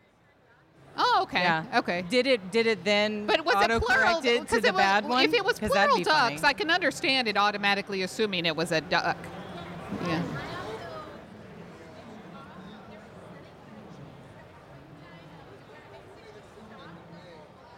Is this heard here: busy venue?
yes